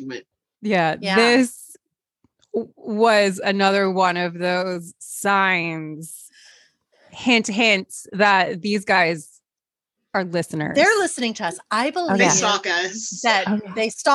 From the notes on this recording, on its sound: to the point we broke Zoom